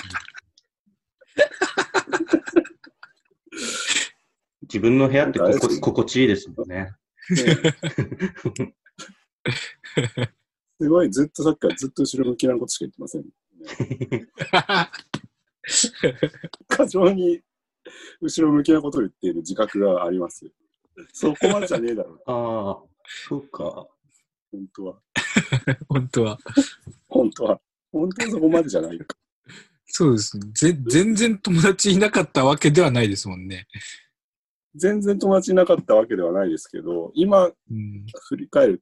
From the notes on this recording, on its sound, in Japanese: 収録地：それぞれの家（ZOOM収録）